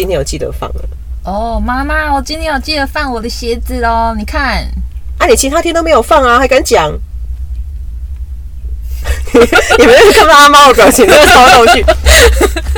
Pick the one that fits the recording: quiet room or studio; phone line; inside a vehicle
inside a vehicle